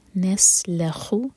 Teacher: سین پر سیٹی والی آواز اور خا خ آواز کے ساتھ